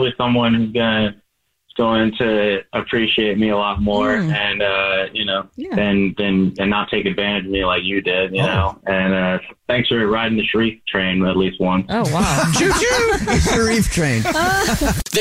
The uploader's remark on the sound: We get that other person on the phone